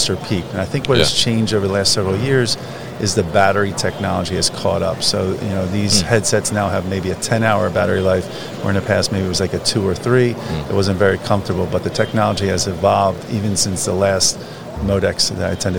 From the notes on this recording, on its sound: Procensis at MODEX 2022. Came by The New Warehouse booth to talk about his thoughts on the trends at the show.